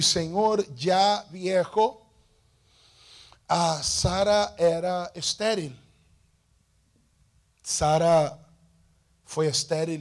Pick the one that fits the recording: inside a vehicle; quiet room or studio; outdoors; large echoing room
large echoing room